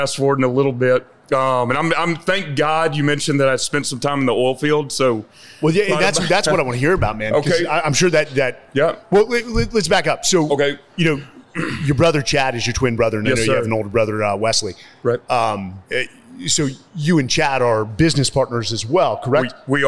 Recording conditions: live audience